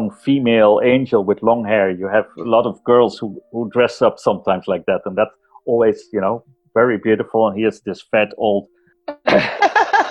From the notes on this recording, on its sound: Joins us all the way from the Netherlands! We did have *some* audio issues. This episode was edited with no experience, and may be reflected in the audio quality.